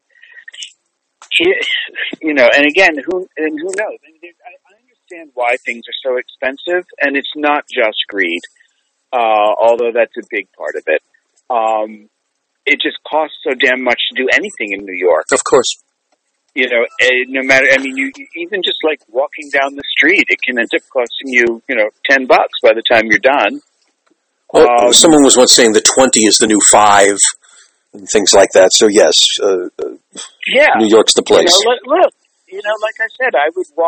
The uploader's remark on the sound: spent some time with me on the phone